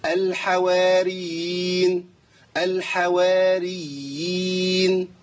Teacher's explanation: العلماء بيسموه هنا مد تمكين للياء الساكنه التي اتت بعد ايه؟ بعد الياء المشدده المكسوره. فلابد من تمكين المد حتى لا يسقط.